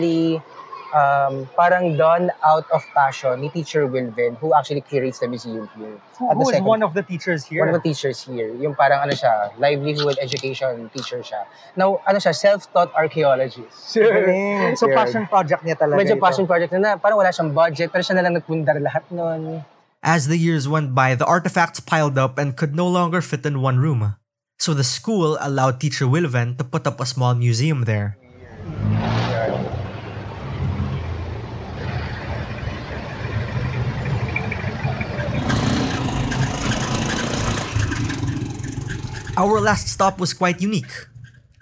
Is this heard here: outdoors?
yes